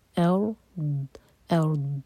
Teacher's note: دود پر قلقلہ نہ ہو، زبان کی سائڈ سے پڑھیں گے